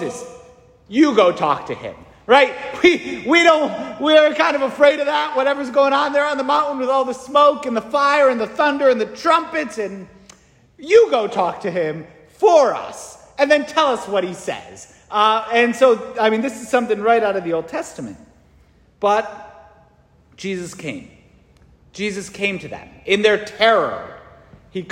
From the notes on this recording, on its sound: St Francis Catholic parish homily preached